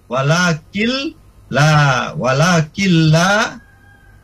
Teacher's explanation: Jadi nun sukun ketemu dengan lam. Jadi langsung ke lam. · Term: idgham bila guna